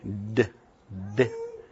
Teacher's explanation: D, we change the place of articulation from the lips, and we change it up here, putting the tongue tip on the alveolar ridge. We have an alveolar, voiced alveolar stop. Okay, d, d.